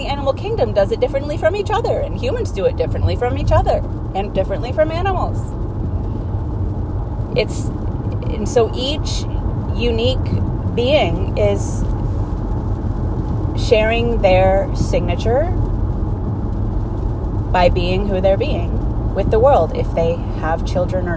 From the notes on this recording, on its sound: This episode was recorded to myself in the car. Where I am driving and talking out loud to myself about something I want a deeper understanding of. Forgive the audio quality for these car episodes.